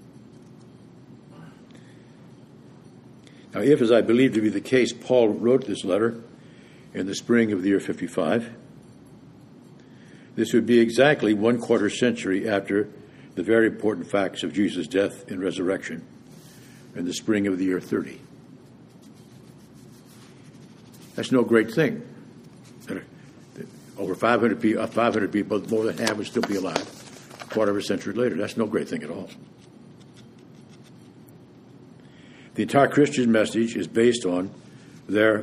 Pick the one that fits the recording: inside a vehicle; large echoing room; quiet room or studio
large echoing room